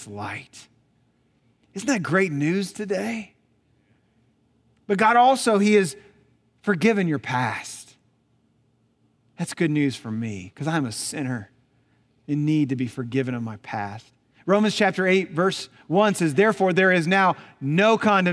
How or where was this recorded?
large echoing room